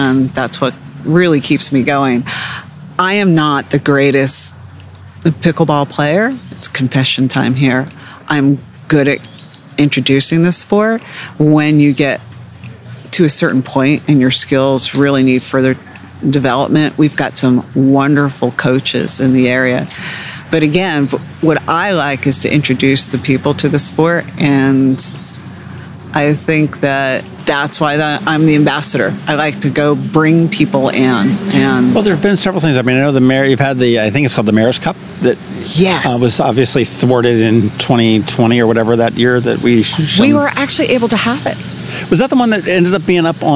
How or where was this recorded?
outdoors